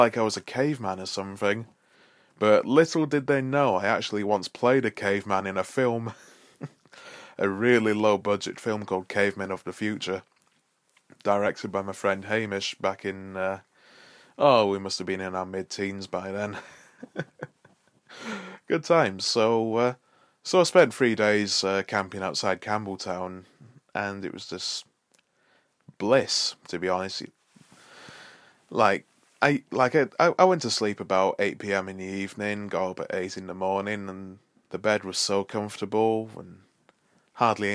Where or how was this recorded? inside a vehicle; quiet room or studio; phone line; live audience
quiet room or studio